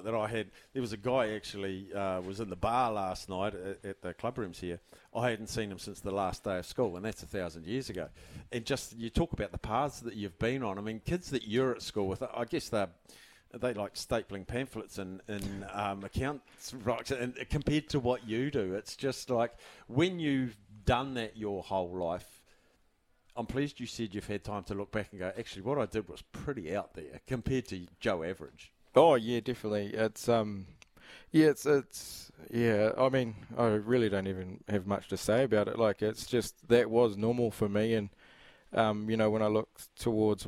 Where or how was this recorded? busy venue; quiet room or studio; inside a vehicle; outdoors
busy venue